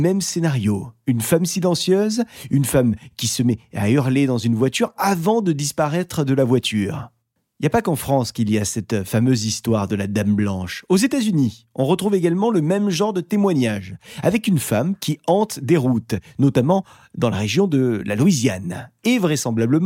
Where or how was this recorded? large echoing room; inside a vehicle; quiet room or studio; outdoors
quiet room or studio